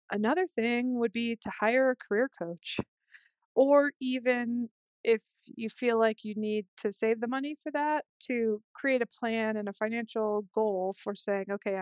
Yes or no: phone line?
no